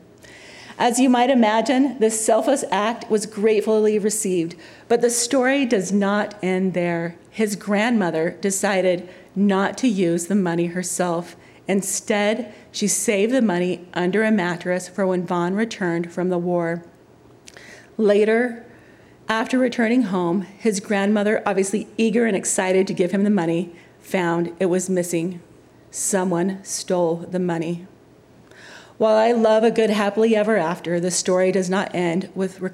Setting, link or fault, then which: setting, live audience